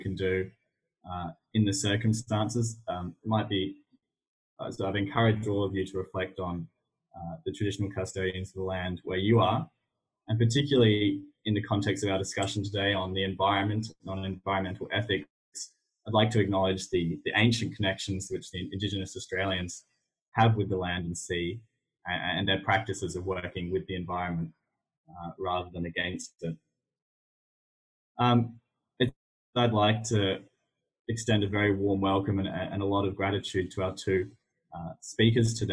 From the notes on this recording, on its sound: This event was held via Zoom on Monday 2 November, 2020.